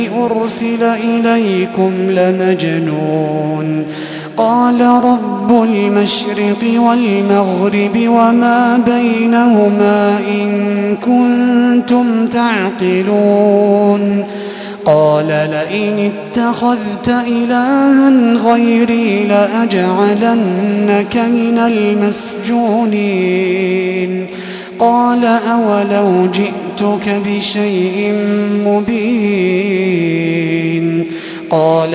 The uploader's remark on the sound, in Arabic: تسجيلات من صلاة التراويح لشهر رمضان عام 2016.